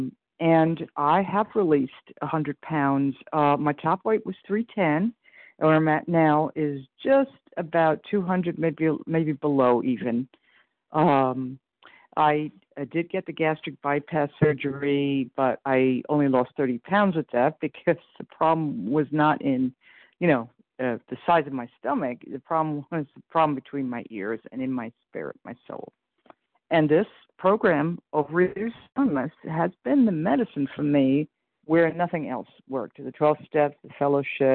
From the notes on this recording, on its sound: 100 Pounders Phone Meeting, 3/26/23